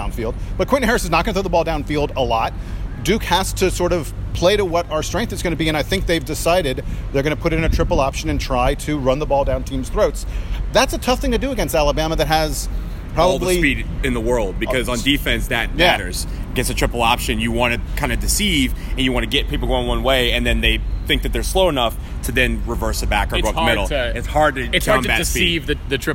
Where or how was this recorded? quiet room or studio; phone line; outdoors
outdoors